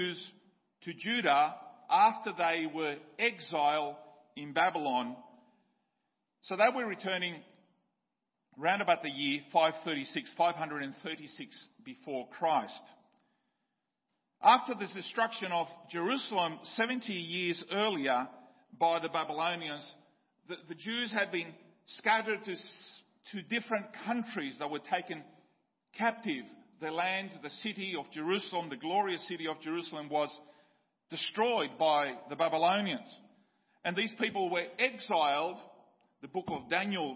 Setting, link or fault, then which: setting, large echoing room